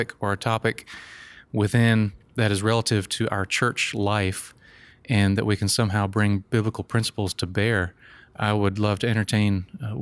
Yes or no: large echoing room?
no